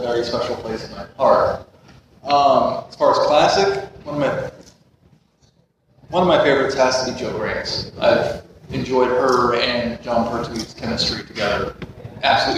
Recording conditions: poor sound quality